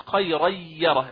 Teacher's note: طبعا لا يفوتني أن أذكر مثلا مثال خيرا يرى، هذا الإدغام الكامل أو الإدغام الناقص بغنة، الغنة تكون مركبة يعني نقول خيرا يرى عندي ياء مشددة، يعني عبارة عن ياءين، الياء الأولى فقط هي التي يكون فوقها الغنة، أما عندما أبدأ في الياء الثاني وهي يرى ما يكون عليها غنة هذه الياء.